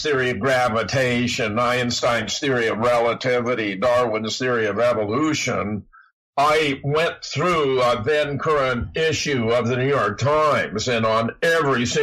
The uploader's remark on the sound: nevermind the audio clipping